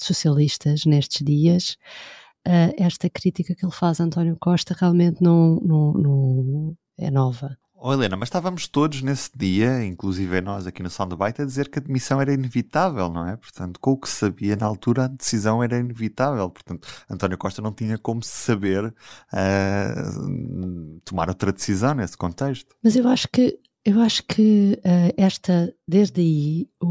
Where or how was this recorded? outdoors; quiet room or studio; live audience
quiet room or studio